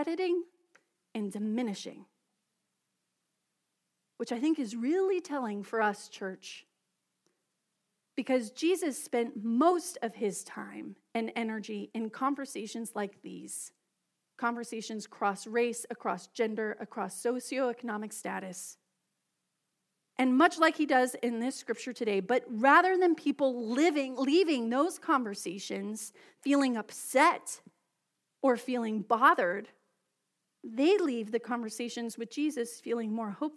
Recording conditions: large echoing room